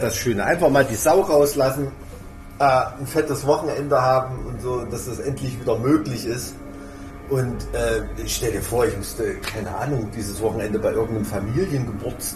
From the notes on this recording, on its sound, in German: Sie haben sich live auf einer Veranstaltung - dieses Mal dem Full Force Festival, getroffen.